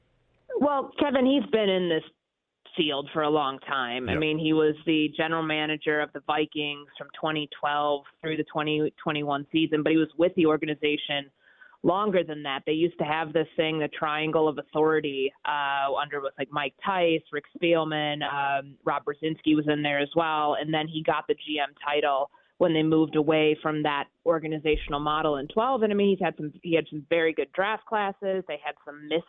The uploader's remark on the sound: opens the phone lines to take calls from listeners